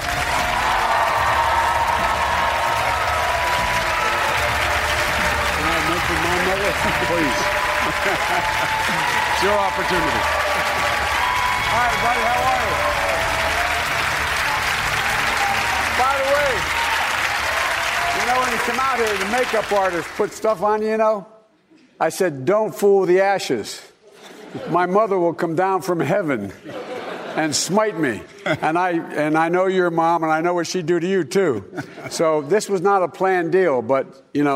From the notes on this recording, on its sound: during a live town hall